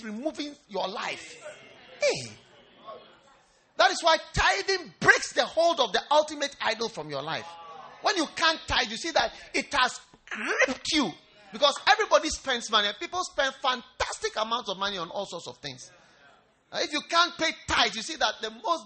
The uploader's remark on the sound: Preached at the First Love Church, UPSA